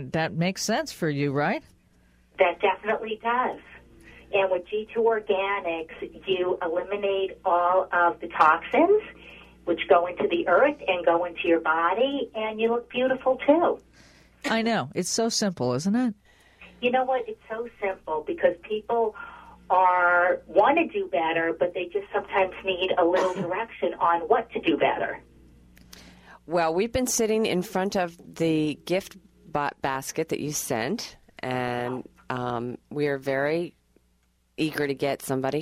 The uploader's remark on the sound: all called